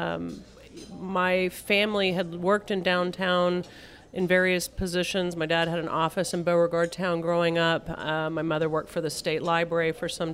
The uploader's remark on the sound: Out to Lunch is recorded live over lunch at Mansurs On the Boulevard